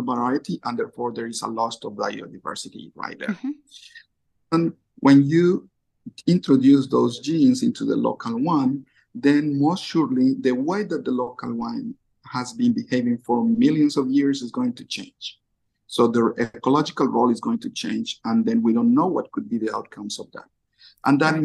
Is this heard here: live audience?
no